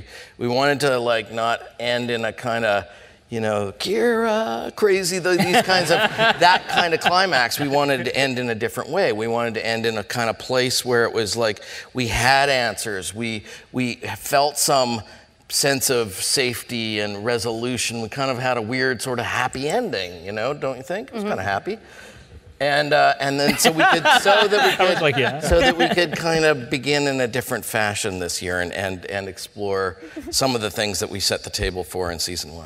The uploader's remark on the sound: The conversation was recorded on Mar 31, 2016 in front of a live audience at New York’s 92nd Street Y.